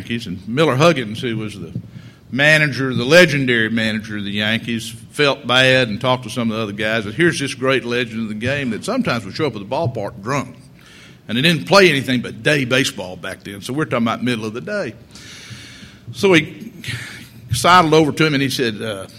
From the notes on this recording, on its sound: delivered an address at the 2006 Annual National Lawyers Convention on Friday, November 17